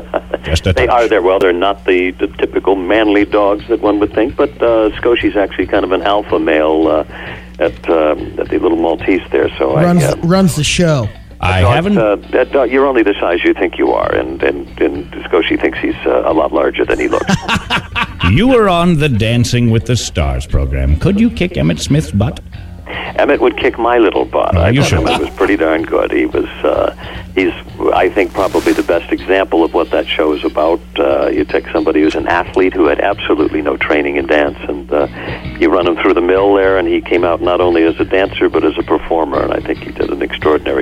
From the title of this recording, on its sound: on the phone